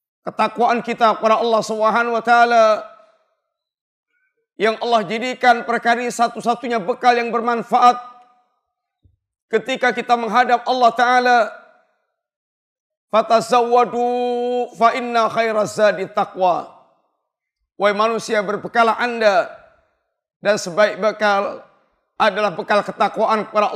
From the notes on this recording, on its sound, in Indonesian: Ini adalah rekaman live Khutbah Jumat